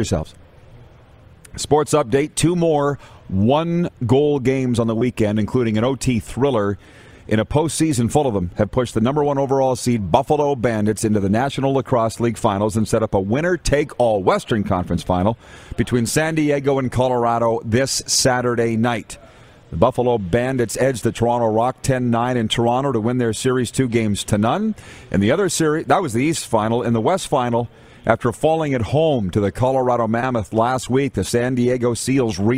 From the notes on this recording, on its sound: We are LIVE from the city of Estevan, Saskatchewan for the 2022 Centennial Cup Junior Hockey Championship